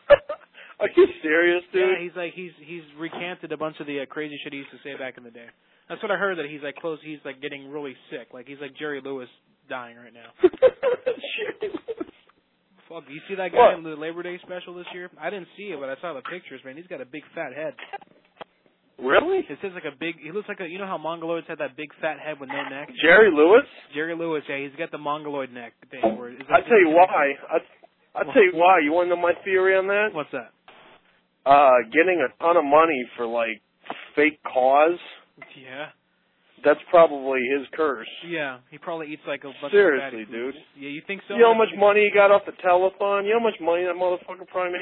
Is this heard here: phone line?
yes